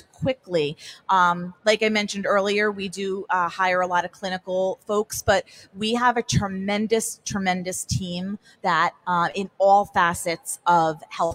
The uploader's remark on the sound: Recording Live from the metroburb's favorite block at Bell Works. An incredible panel of hiring & inspiring leaders from Monmouth County.